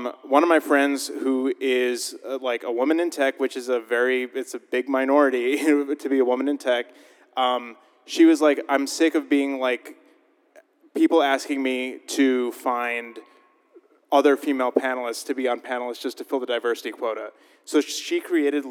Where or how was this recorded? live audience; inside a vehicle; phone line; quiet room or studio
live audience